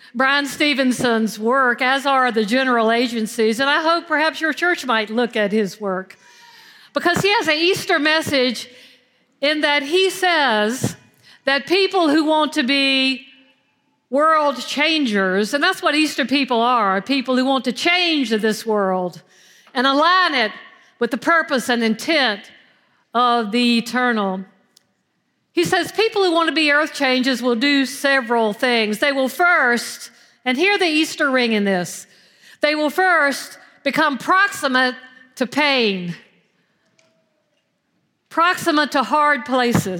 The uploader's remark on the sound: at Foundry United Methodist Church on Easter Sunday April 9th, 2023.